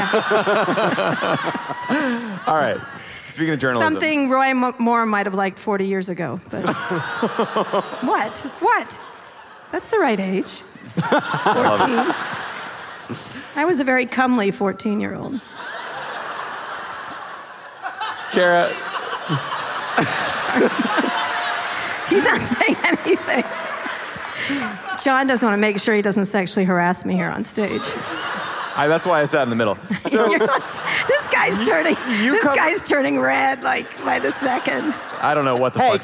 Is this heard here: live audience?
yes